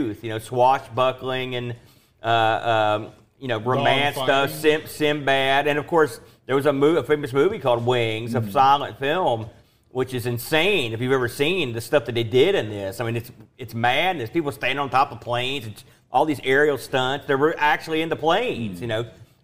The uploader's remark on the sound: LIVE from Boatfest 2023